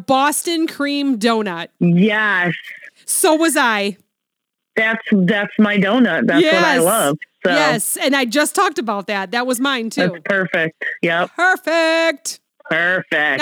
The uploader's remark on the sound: Forgive our sound. Had to call in again because it's her turn being sick!